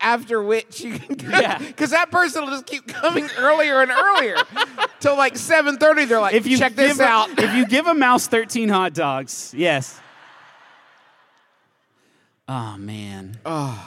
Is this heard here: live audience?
yes